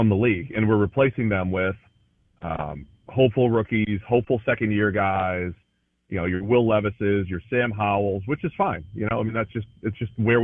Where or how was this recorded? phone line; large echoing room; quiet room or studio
phone line